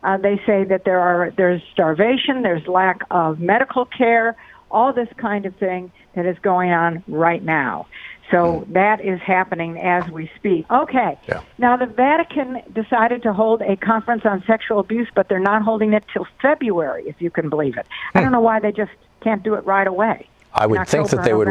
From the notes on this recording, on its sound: Listeners call in with their often life and death experiences.